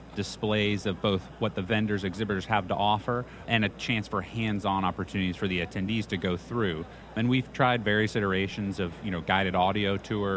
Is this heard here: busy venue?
yes